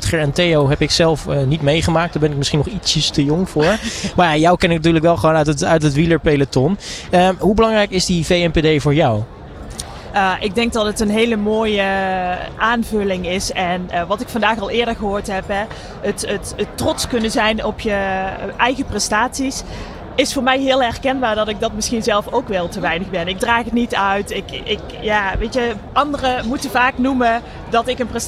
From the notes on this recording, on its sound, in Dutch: Uniek Sporten Vandaag was deze aflevering live vanuit Rotterdam Ahoy. Deze aflevering was namelijk tijdens de European Para Championships in Rotterdam.